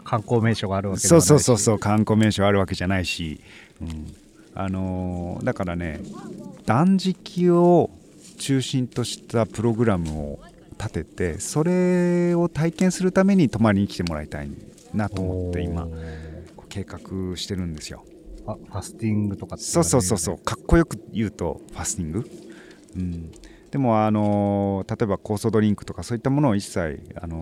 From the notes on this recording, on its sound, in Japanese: 焚火ラジオ初のリアルな焚き火の前での収録。冬の焚き火は心地よい。